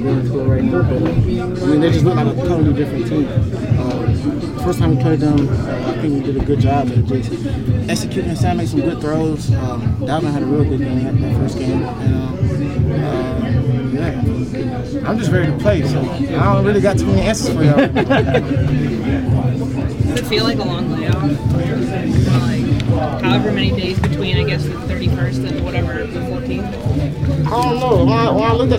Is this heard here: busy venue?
yes